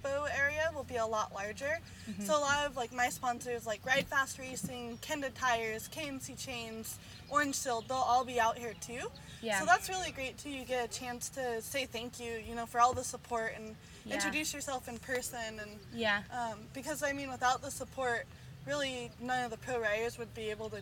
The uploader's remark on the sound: a special outdoors edition of This Dirt Life, post race at Fontana for the KMC Chain SRC Winter Series